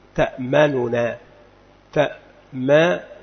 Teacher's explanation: سكنت النون الأولى وأضغمت في الثانية فصارت نونا واحدة مشددة · Term: الإدغام الكبير